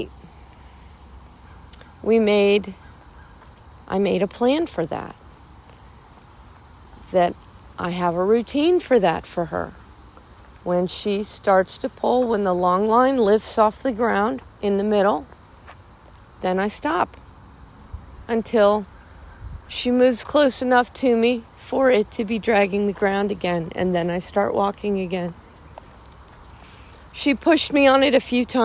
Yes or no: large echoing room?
no